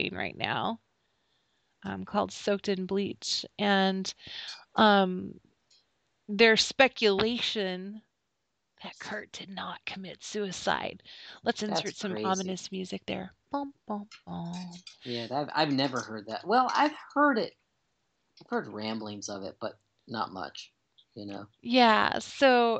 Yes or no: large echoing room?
no